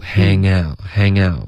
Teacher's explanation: Hang out 不要顶舌尖，OK，这是一个后鼻音的连读。